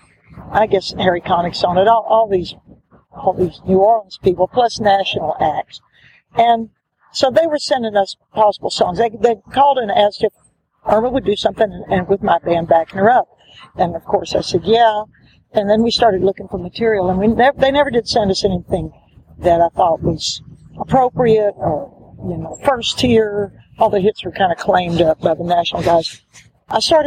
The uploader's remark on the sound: So, we have a short interview from the archives. Was taped out doors. It was recorded at this funky coffee shop in the very funky Little Five Points neighborhood of Atlanta.